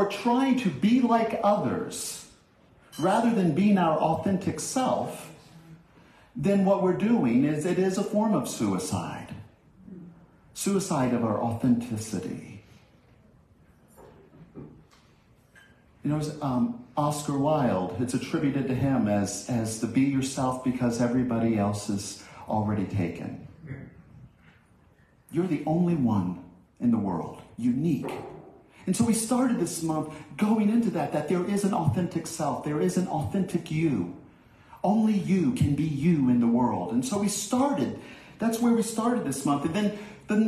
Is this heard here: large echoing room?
yes